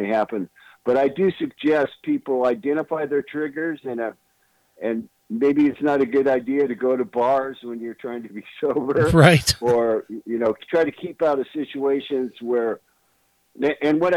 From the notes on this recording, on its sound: called